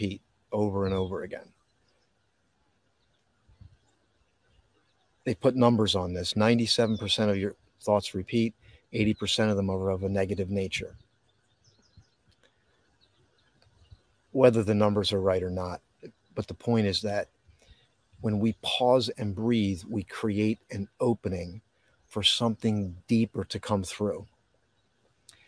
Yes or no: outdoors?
yes